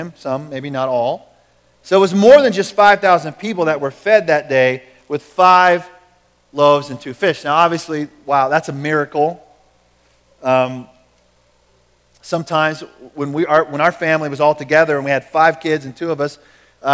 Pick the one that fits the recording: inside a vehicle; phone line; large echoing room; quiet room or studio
large echoing room